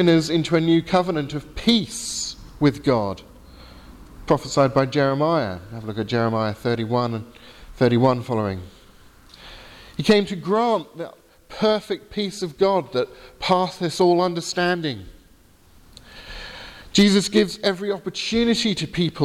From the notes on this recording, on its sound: Sermon from the 8 am service at Highfield Church Southampton, 5th August 2018.